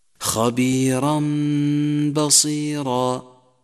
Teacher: نشدد حرف الباء واستغرق زمن الغنة معنا حركتين